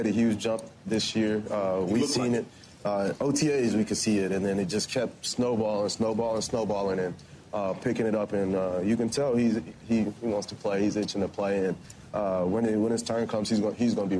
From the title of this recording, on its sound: Live From Radio Row At Super Bowl 57